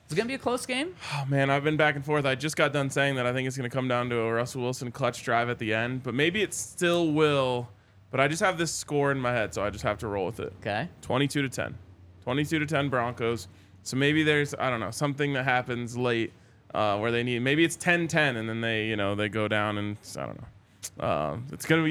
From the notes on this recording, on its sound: coming to you LIVE from the DNVR Bar